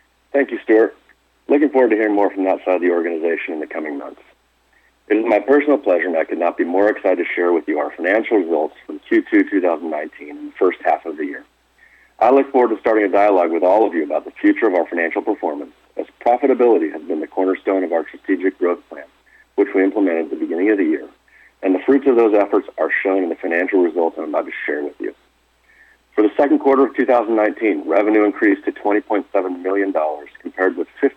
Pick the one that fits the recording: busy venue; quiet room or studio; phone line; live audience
phone line